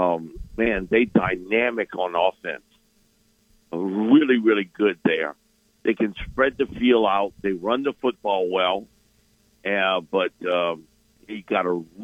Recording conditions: phone line